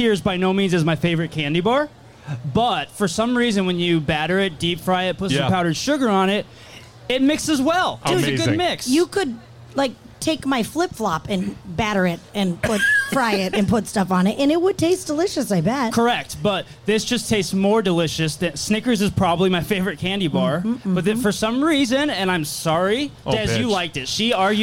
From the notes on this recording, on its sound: We're back out live at the fair and on a tear!